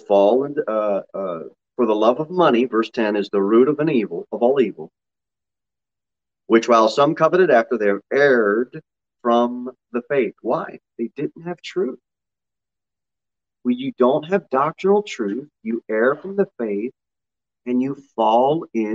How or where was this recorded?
large echoing room